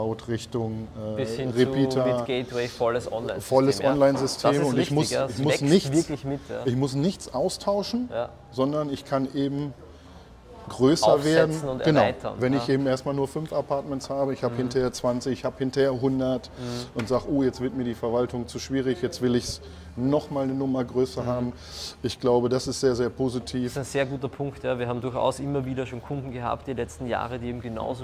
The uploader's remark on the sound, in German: live auf dem Jahreskongress temporäres Wohnen in Berlin